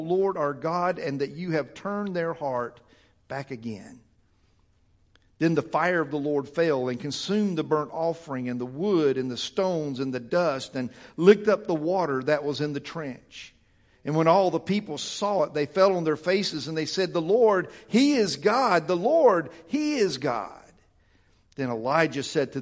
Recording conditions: large echoing room